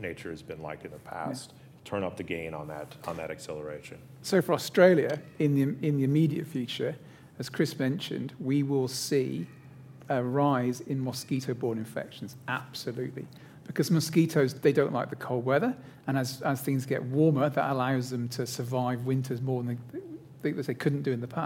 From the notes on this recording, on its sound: Recorded live at the Australian Museum.